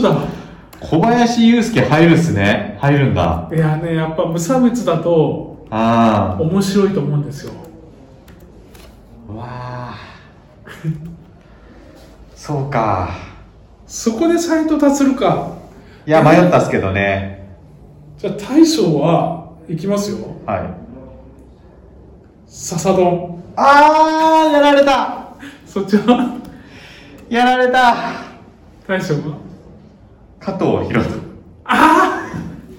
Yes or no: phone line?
no